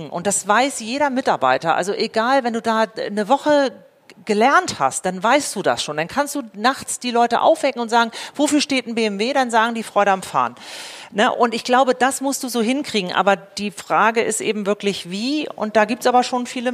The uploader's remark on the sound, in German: Diese Folge wurde live vor Publikum im Hutmacher in der Utopiastadt aufgenommen.